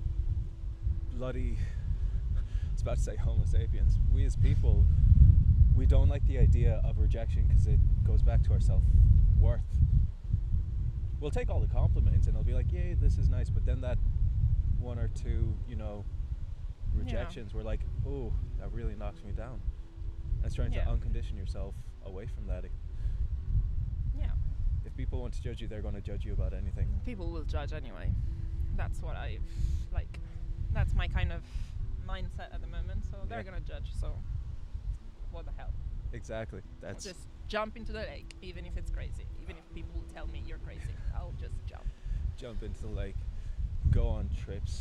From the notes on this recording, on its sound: Apologies for the wind.